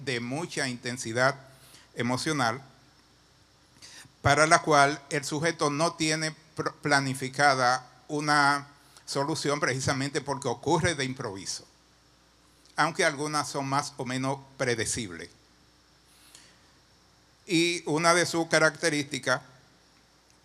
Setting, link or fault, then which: setting, large echoing room